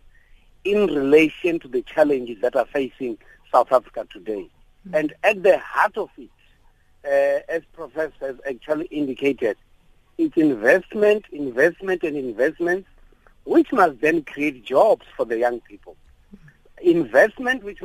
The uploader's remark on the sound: On the line we are joined